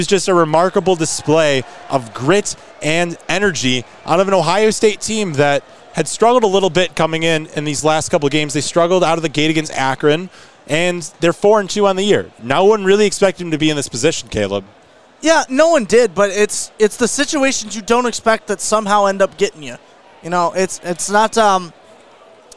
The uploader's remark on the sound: React live from the scene of Ohio State's shocking upset over No.